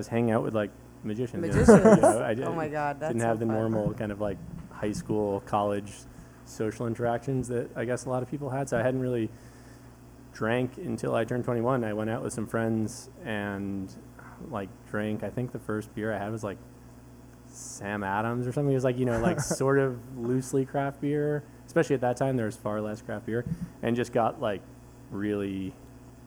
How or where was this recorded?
busy venue